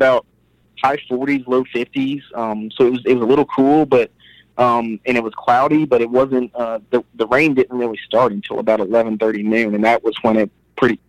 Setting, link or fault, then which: link, phone line